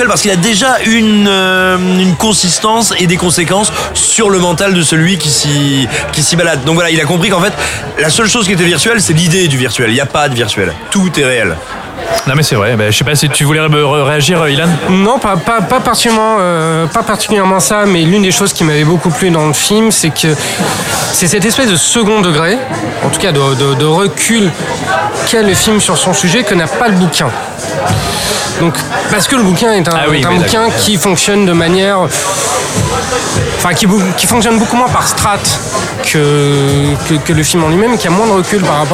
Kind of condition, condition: setting, busy venue